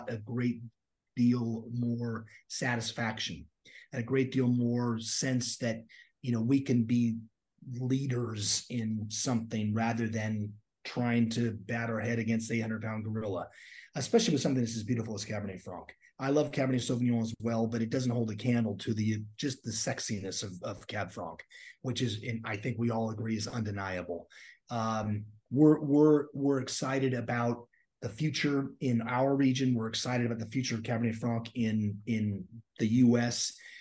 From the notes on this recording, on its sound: We got together via Zoom and shared our love of the greatest grape variety on earth.